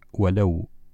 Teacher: إذن هكذا نقرأ ولو وينقطع صوت الواو · في كلمة ولو الواو لا يمد وإن كان ساكن وما قبله مفتوح